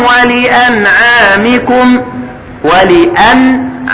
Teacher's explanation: النون الساكنة بعدها عين فحكمها الإظهار لأن العين من حروف الحلق